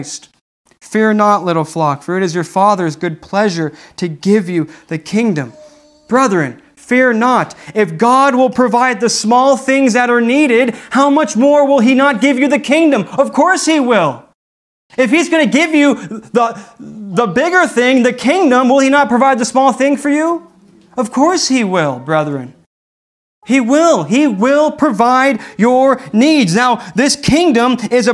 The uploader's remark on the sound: This message was delivered on January 17th, 2021 at Redeemer Community Church.